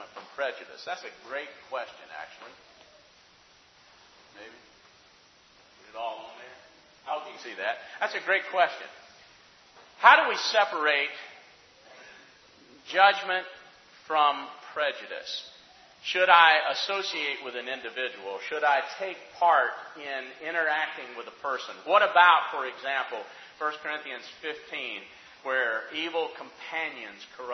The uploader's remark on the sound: Questions from the audience